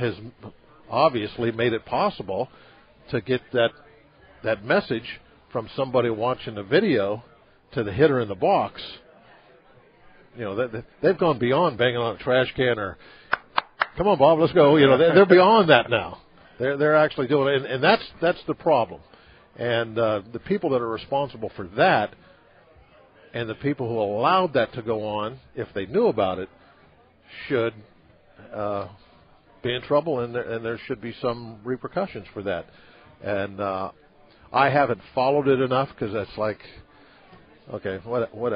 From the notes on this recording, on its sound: LIVE from PiratesFest Saturday morning at PNC Park